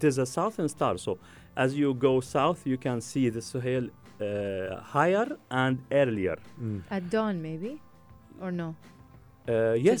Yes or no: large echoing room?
no